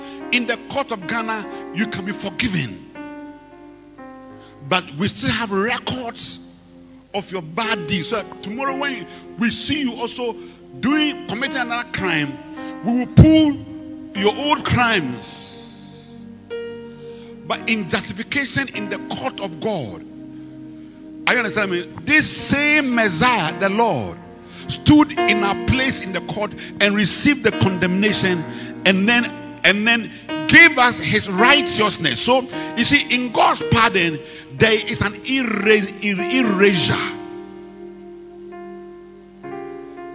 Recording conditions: large echoing room